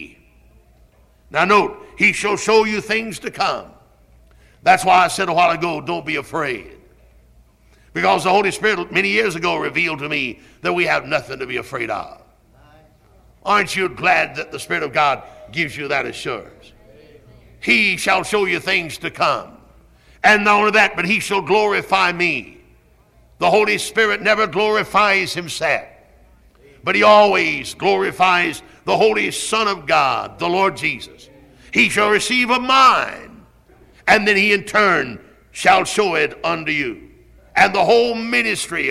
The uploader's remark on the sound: Originally preached at Tabernacle Baptist Church in Greenville, SC on January 27, 1974.